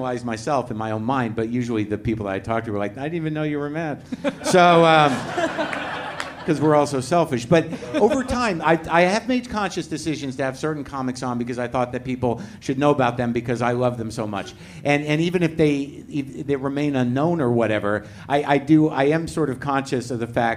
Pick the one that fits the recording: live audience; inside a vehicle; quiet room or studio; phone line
live audience